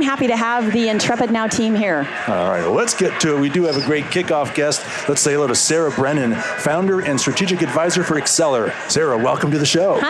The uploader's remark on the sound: LIVE from Las Vegas, at #HRTechConf